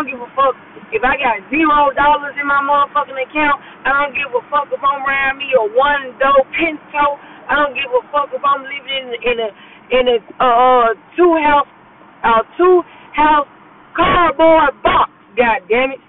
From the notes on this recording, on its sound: Excuse the yo and down sound I was driving to work